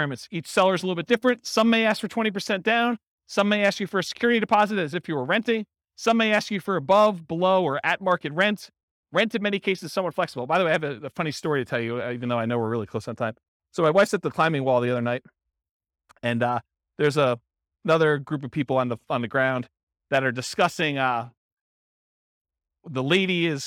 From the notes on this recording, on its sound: Real estate investors and real estate entrepreneurs in Hampton, Virginia. This was a live class recorded to give investors a solid qualitative overview of all the different real estate investing strategies.